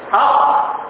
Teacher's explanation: اقصى اللسان فوق هو الايه؟ حرف القاف